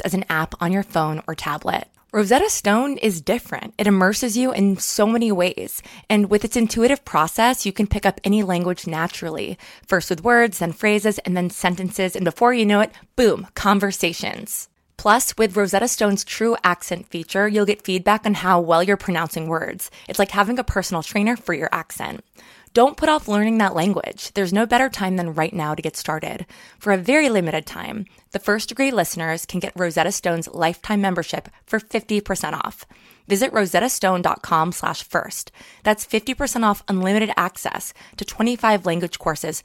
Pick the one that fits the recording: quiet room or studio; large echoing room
quiet room or studio